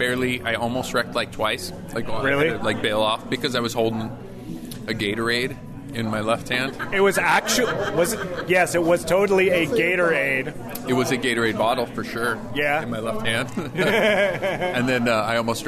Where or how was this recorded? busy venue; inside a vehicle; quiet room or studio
busy venue